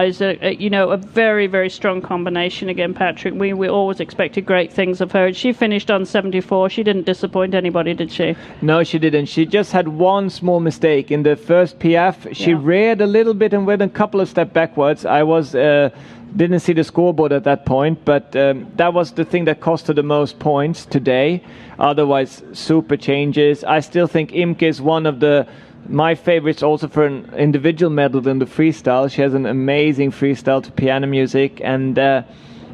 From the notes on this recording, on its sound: This episode was recorded live in front of an audience at the Alltech Experience in the Kentucky Horse Park.